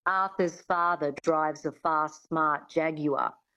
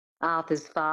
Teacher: getting that reduction of the mouth and the lips, the sound falling back into the throat, the flatness of the Australian accent